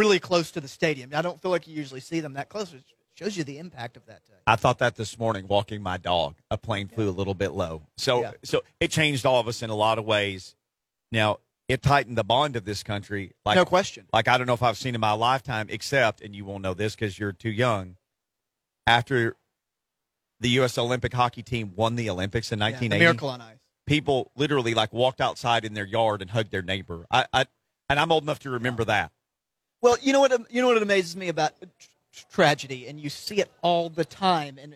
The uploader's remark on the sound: Live from Remembering the Badges Blood Drive